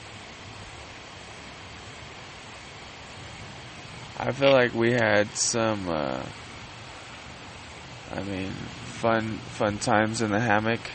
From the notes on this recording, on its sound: In the woods on their first backpacking trip discussing the day and smoking a ton of weed.